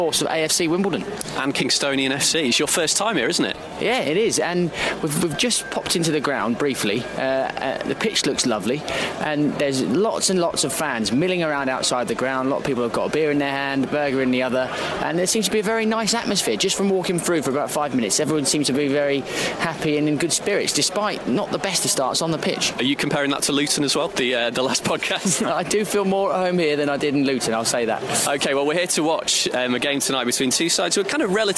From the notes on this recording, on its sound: Live from AFC Wimbledon. The boys take a Tuesday night trip down to the Cherry Red Records Stadium this week.